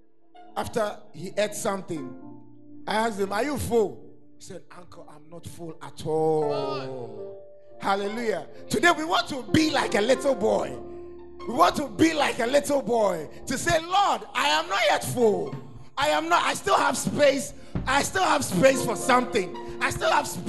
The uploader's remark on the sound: Preached at The Art Of Evangelism Conference